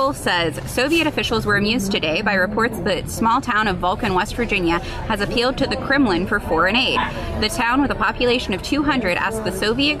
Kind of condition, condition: setting, busy venue